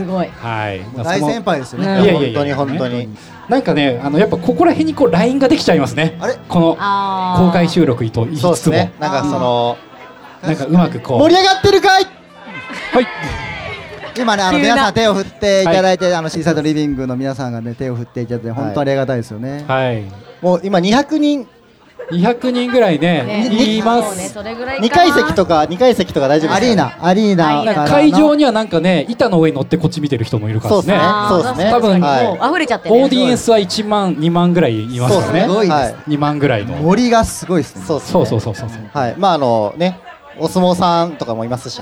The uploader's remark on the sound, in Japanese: ついに、初のリアル公開収録を、逗子海岸海の家「シーサイドリビング」さんをお借りしてやってきました！ガチオフラインははじめてだし、海の家という環境で収録するのもはじめてだったので。